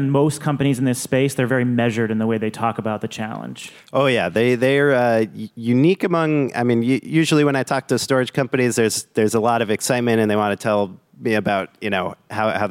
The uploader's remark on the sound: This week, we've got a live episode recorded at GTM's storage summit.